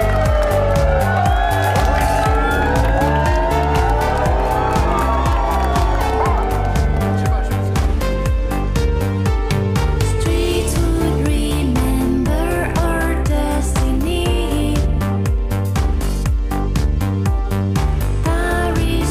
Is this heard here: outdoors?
yes